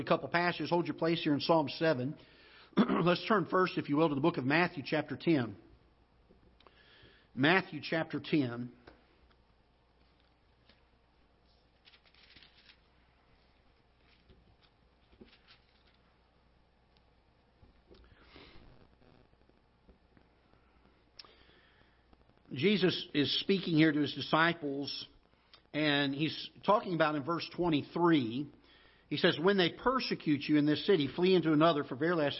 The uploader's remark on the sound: Ketha Heights Baptist Church ~ Live Broadcast